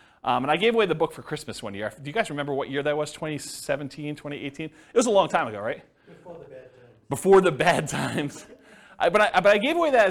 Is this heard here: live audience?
yes